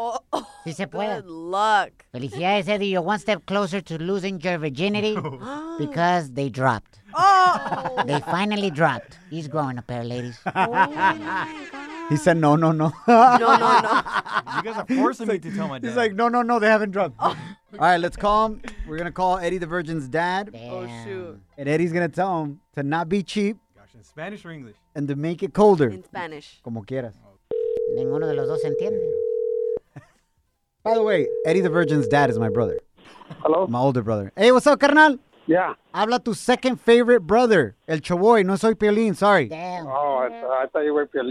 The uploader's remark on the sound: we opened up the phone lines